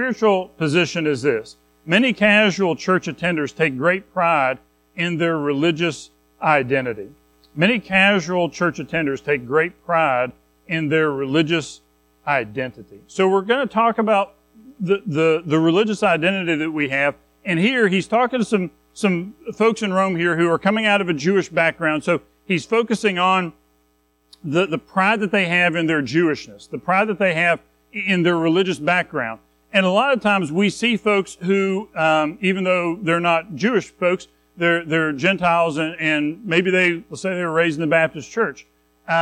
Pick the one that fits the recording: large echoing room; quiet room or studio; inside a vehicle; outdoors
large echoing room